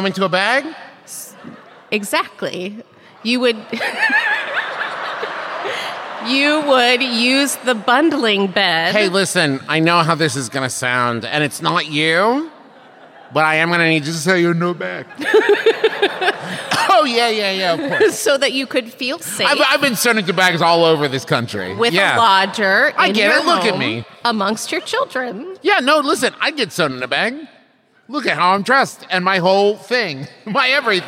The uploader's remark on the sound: This week’s episode is the LIVE show from Boston, MA!